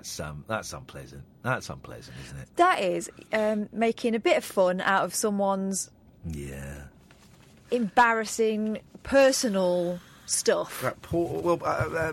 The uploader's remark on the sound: The show comes live from an airplane